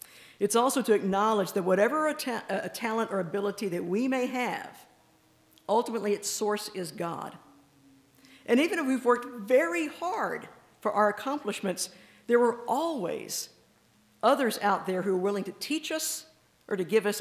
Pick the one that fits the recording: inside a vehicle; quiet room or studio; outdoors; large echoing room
large echoing room